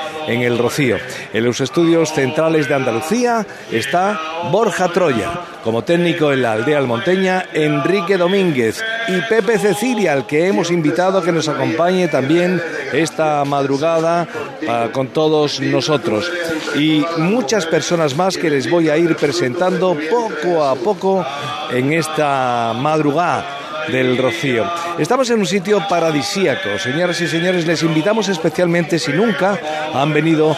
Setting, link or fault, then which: setting, outdoors